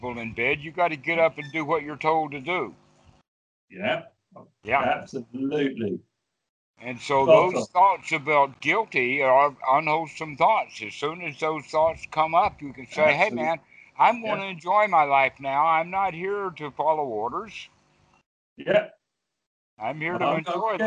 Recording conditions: video call